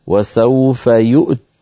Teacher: انظر إلى يؤتي في المثال الأول، أصلها يؤتي بوزن يفعل لأنه مضارع، فلما وصلناها بلفظ الجلالة سقطت ياؤها فصارت يؤتي الله، فإذا وقفنا عليها اضطرارا أو اختبارا نقف كالخط ونقول وسوف يؤت. طبعا فيها ثقل لأننا سنجمع في الوقف بين ساكنين